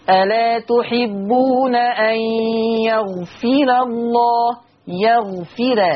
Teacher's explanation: انتبهوا إلى ترقيق الراء خاصة أنها متجاورة مع لفظ الجلالة